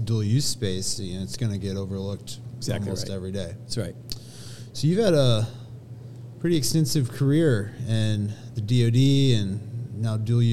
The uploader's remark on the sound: recorded during Fed Supernova 2023